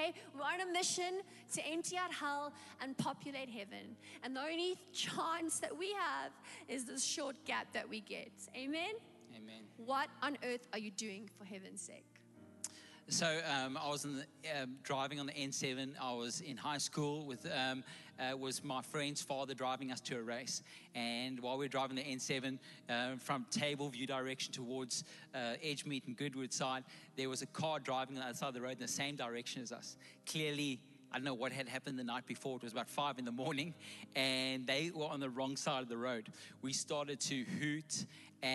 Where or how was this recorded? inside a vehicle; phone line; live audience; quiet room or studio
live audience